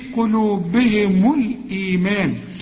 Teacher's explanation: وبعد الميم بتاعت الإيمان في ألف علشان تمد الميم ألف كاملة